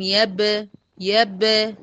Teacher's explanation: باء ساكنة مقلقلة تخرج بالتباعد